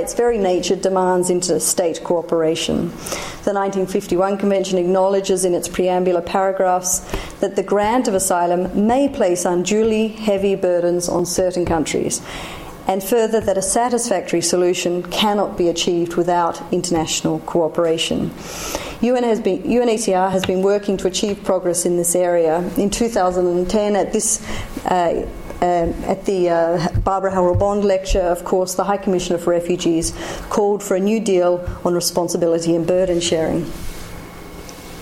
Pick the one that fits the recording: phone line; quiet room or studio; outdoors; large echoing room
large echoing room